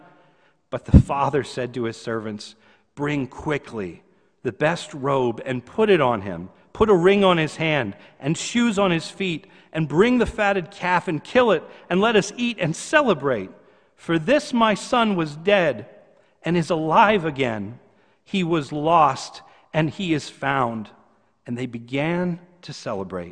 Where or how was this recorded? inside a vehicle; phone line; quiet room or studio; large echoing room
large echoing room